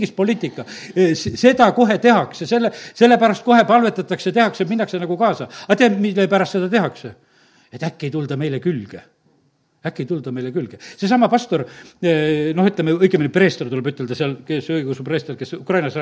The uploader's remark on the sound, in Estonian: Audio salvestus koosolekult